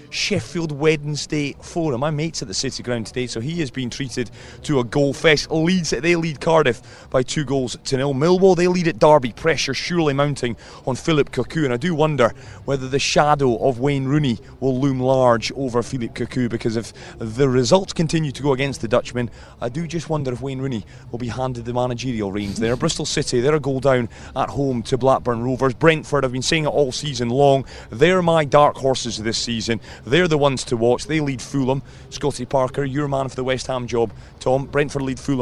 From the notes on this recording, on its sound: From the rooftop garden of Barasti.